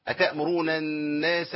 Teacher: نون عليها شدة، لازم أركب غنة على طول من الأنف.